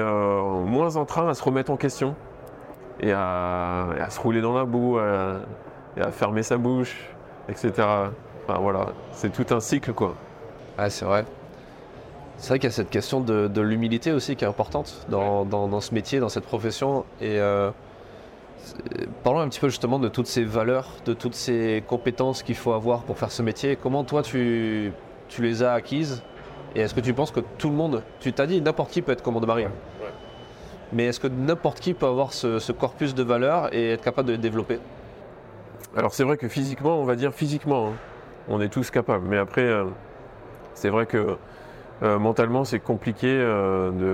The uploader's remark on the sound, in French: Un nouvel épisode enregistré sur le salon Milipol à Paris.